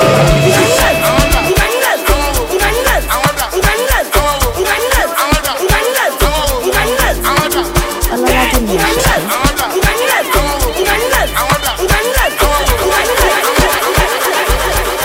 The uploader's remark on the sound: Live at The Manhattan July 15th 2023